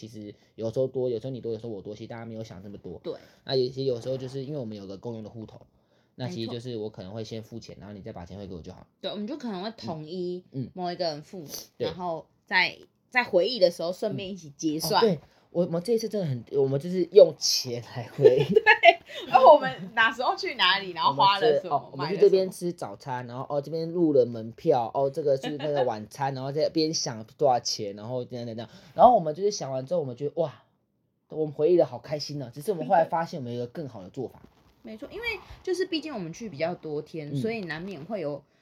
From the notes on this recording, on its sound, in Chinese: 這一次錄音有點雜訊!!!有想辦法除掉。